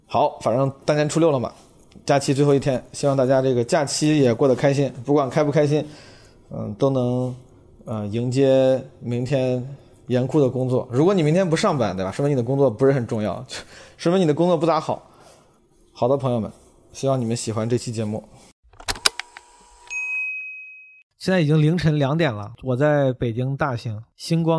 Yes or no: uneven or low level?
no